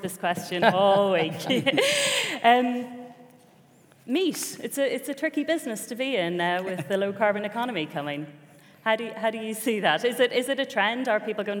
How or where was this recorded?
live audience